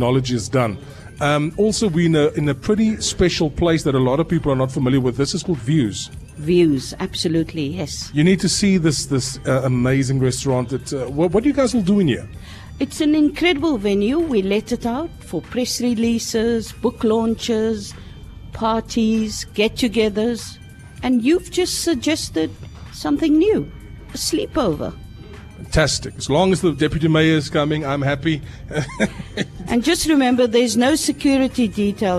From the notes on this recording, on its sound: Broadcasting LIVE from Table Mountain Aerial Cableway